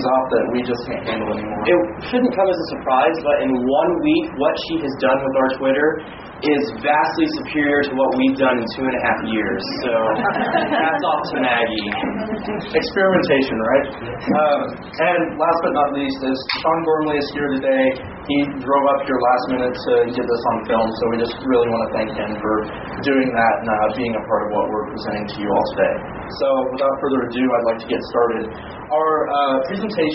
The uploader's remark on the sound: At the 2013 Podstock Conference in Wichita, Kansas, on July 19, 2013.